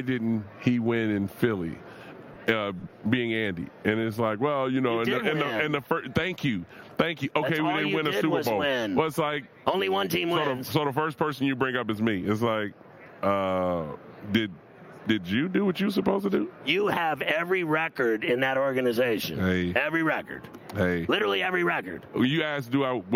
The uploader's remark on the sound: Live From Radio Row in Las Vegas!